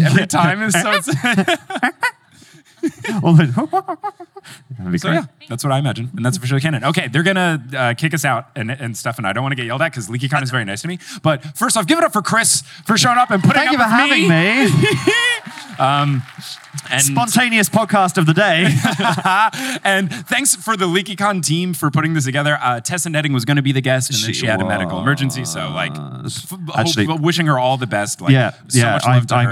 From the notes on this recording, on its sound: live on stage at LeakyCon Boston